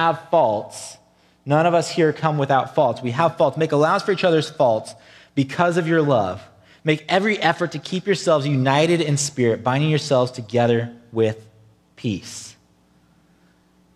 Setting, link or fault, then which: setting, large echoing room